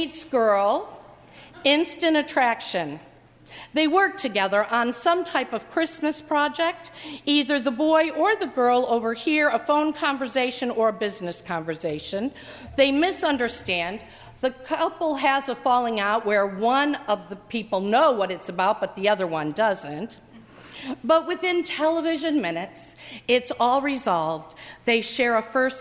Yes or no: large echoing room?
yes